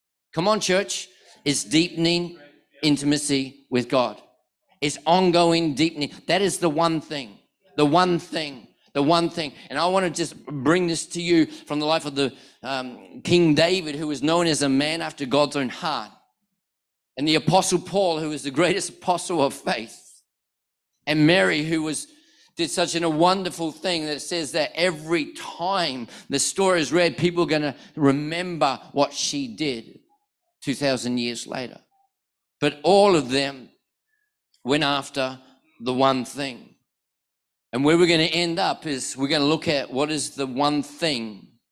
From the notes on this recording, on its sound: One of our NEUMA global prophetic ministers was in Perth this weekend and preached a powerful message at our 4pm NEUMA Perth South service.